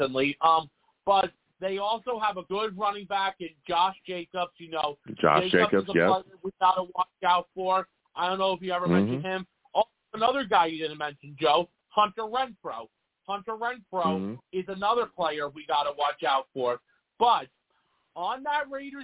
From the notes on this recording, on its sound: I take live callers!